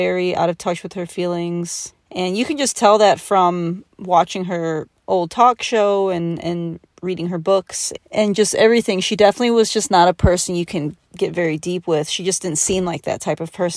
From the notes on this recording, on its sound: Sitting in my car late at night in Kentucky.